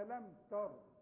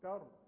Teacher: ألم تر، لأن أنا بسكن أي حرف معايا، وده مش وقف، ده وقف تعليمي عشان تعلموا الناس. ألم تر، وما دام الراء ساكنة وقبلها مفتوح أفخم تر